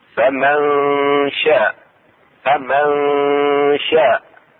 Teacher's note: إخفاء النون الساكنة عند الشين